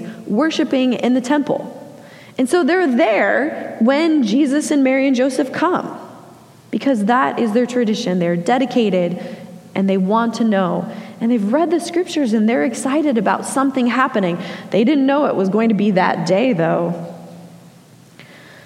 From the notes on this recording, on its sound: Message delivered during the 9am Blended Worship Service.